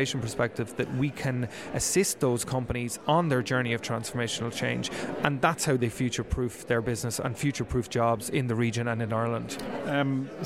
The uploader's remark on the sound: Amplitude 2019 - The Conference. Attended the conference on Wednesday 6th November and while there he spoke with a number of guests who were in attendance.